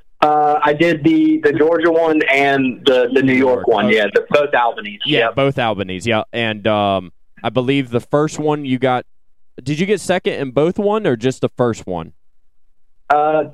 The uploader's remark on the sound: We will have a call in from up-and-coming amateur racer from the North Carolina area. We will have a call-in from 250SX East, another local NC native.